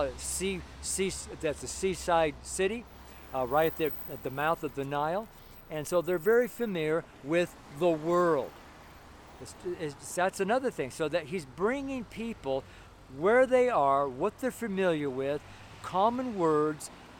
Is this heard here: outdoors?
yes